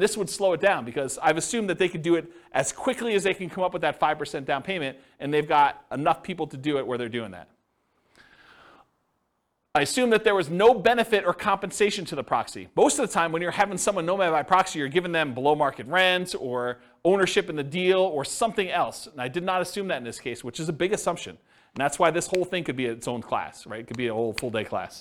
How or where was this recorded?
live audience